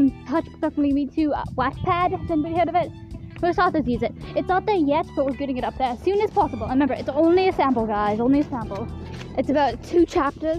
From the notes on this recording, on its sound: we walk around an insane asylum